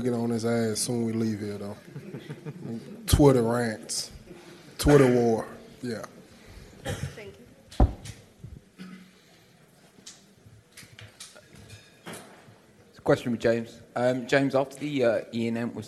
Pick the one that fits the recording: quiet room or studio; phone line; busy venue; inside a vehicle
busy venue